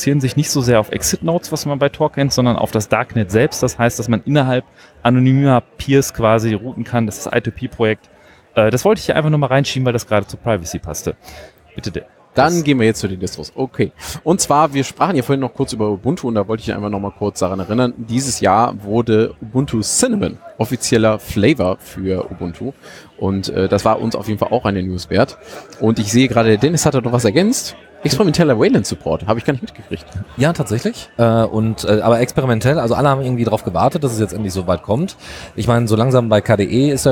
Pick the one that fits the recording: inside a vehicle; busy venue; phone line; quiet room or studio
busy venue